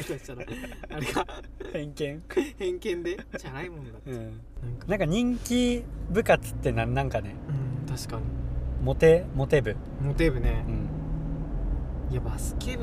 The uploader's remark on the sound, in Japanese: ボードの帰り道に、ただ喋ってるだけじゃもったいないよね、、収録でもしてく？のテンションで全くテーマを決めずとった。またまた車なので聞き苦しいかもしれないですし。